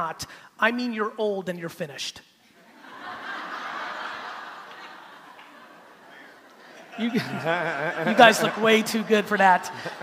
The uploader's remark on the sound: I went to San Diego to give a keynote to an audience full of real estate agents